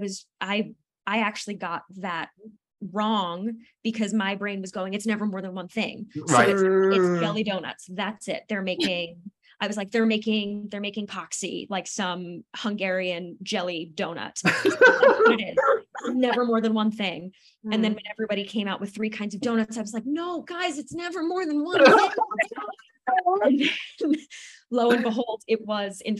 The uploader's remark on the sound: over a Zoom call